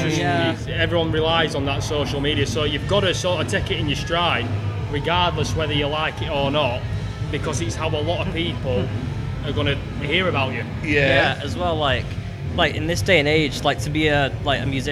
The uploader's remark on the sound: Live From AoniaFest V. Live at the festival.